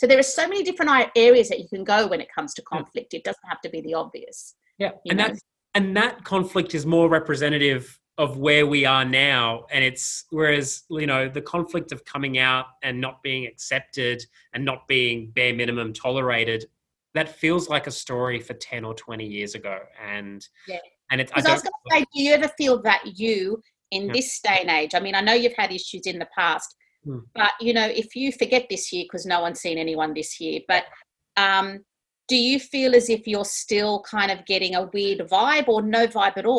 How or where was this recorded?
video call